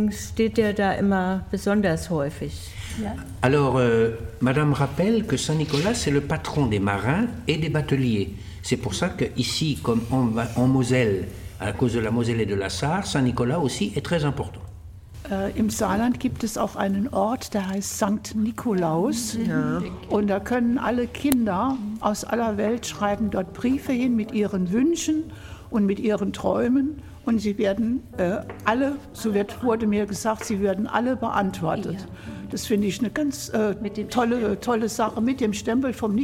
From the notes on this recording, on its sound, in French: L’émission a été enregistrée à la Kettenfabrik de Sarrebrucken , en présence des seniors allemands et français. L’émission a été enregistrée à la Kettenfabrik de Sarrebrucken , en présence des seniors allemands et français.